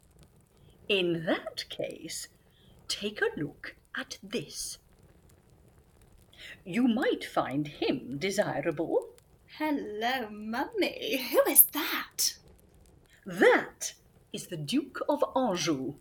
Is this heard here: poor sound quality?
yes